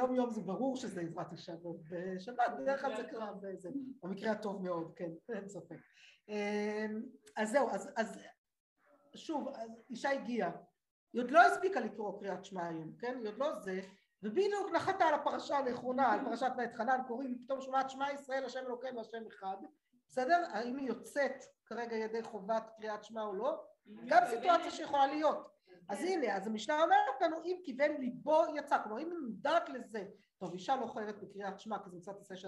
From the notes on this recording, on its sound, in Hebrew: השיעור הוקלט באמצעות תוכנת הזום